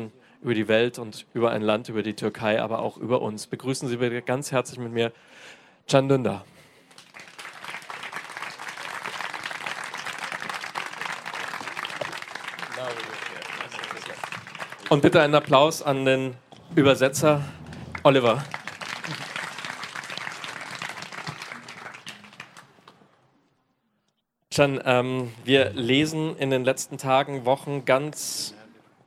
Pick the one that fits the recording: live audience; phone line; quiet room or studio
live audience